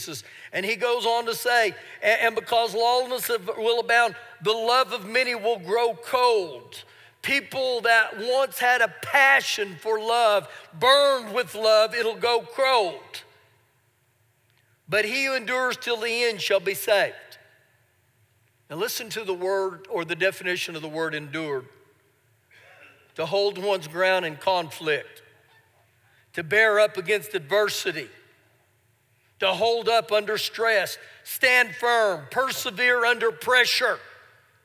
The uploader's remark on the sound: Recorded live during our Sunday morning service